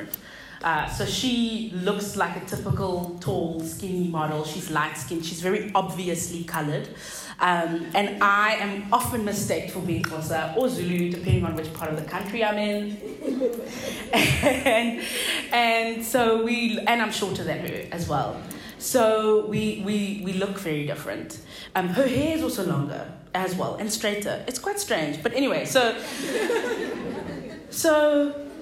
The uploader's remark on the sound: delivered at a local women’s event called Tribe Meet Up